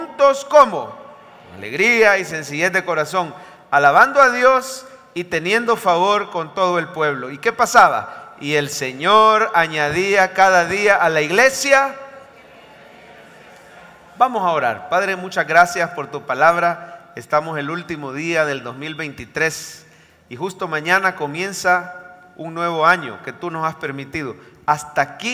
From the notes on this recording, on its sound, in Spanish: Mensaje predicado en vivo desde el Centro Familiar de Adoración CEFADCHURCH